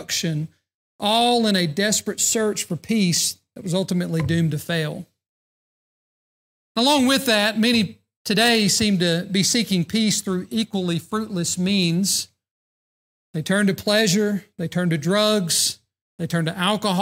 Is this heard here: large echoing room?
yes